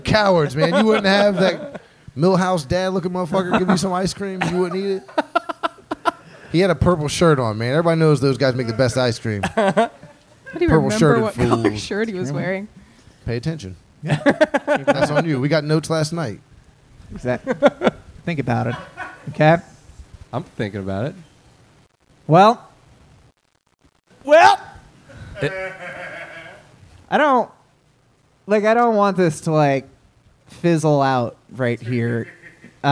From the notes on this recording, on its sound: This live talk show is recorded in front of a human audience on Sundays at Chameleon in Northside, Cincinnati.